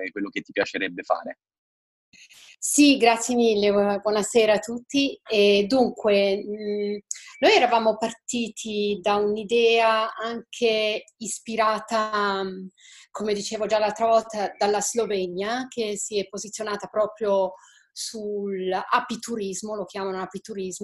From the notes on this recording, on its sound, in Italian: Questa puntata podcast è una live zoom del gruppo di imprenditori sostenibili iscritti al mio centro di formazione per l'anno 2020.